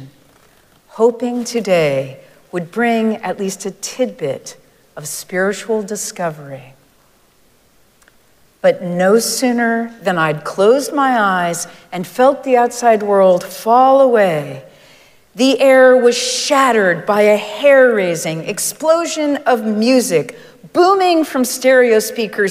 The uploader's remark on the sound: Recorded live at Arlington Street Church